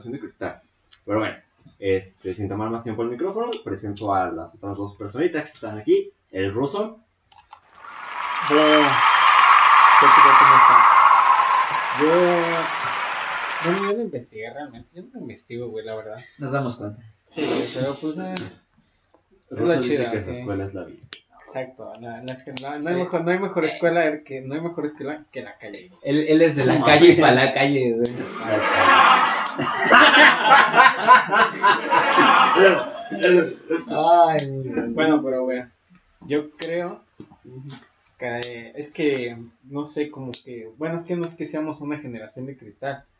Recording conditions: poor sound quality